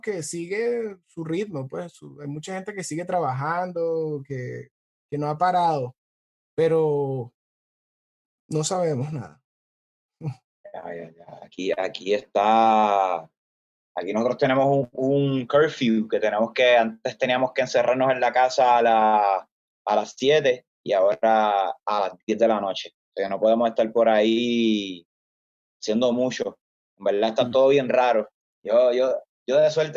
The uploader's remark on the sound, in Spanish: nos conectamos vía Zoom